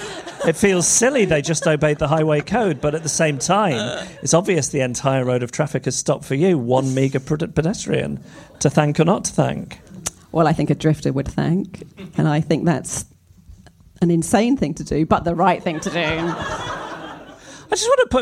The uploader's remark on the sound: LIVE in London. Live at The Drum Labs, London 18/02/2024.